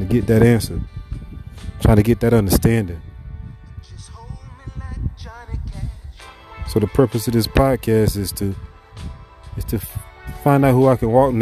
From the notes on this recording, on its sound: I thank you for listening besides the wind (walking on a nature trail at Abacos Gardens). I fumbled over a few of my words (nervousness), and a few other mistakes.